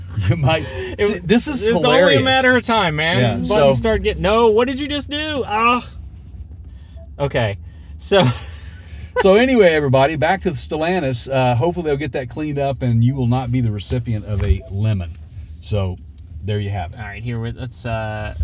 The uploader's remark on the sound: We Podcast Live Inside a Mach-E. We Just Podcasted Live from a NEW Ford Mustang Mach-E With the Premium Package. A Big thanks to the Frontier Ford.